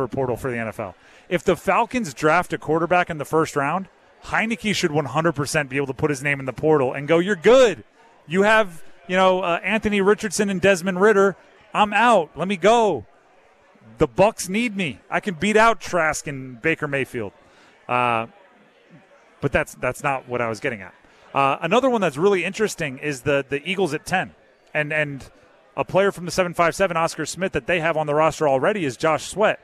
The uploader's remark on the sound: Live from Eagles Nest before The Draft Party.